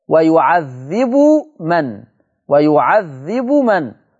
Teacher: ورش اظهر الباء خلاص عمل إظهار ولكنه هذا الإظهار مع سكون الباء. ويعذب من لكن حفص أظهر مع رفع الباء